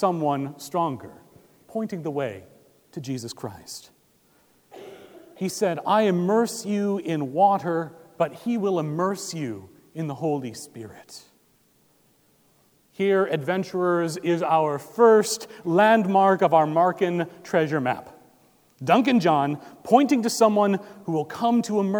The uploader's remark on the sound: Recorded December 10, 2017 at Trinity Presbyterian Church in Bixby, Okla.